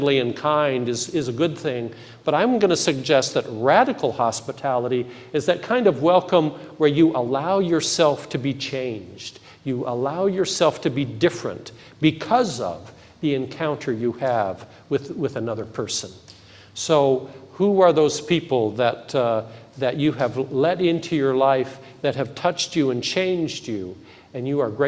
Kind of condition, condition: setting, large echoing room